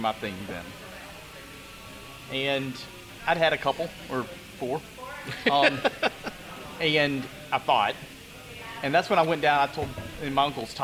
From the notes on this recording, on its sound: Is at Sugarfiled Spirits in Gonzales, Louisiana. At the release of their 2023 Screw Cancer collaboration with the distillery.